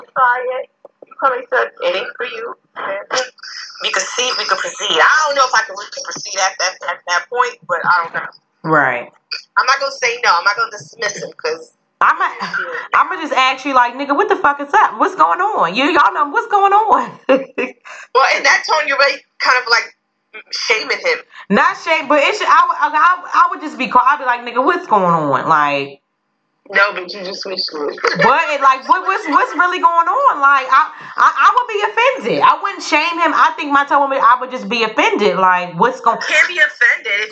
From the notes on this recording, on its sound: They come together via Facetime